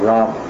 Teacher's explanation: One is Sanskrit, and the other is Bengali or Hindi. In Sanskrit, it's Ram, and the final A is barely a breath. It's very like Ram, and in the vernacular, it's just Ram.